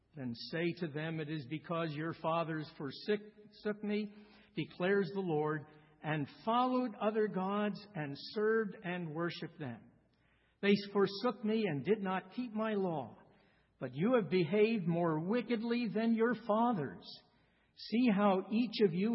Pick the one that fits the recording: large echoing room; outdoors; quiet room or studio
large echoing room